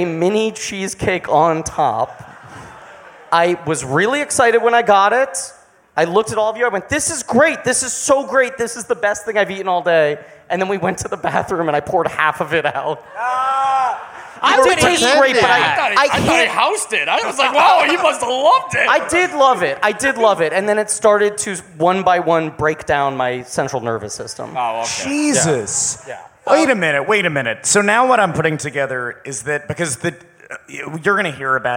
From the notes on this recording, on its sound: Live from Tin Roof in Orlando!